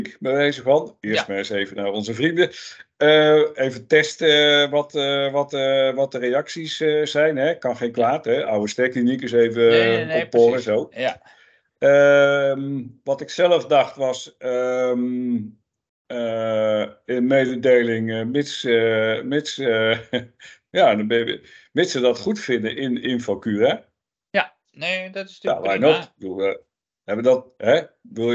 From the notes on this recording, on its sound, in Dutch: Geluidfragment via clipchamp losgekoppeld na downloaden vanuit opname in Teams.